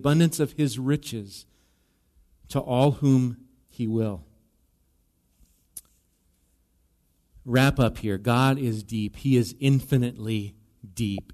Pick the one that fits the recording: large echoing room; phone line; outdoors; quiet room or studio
large echoing room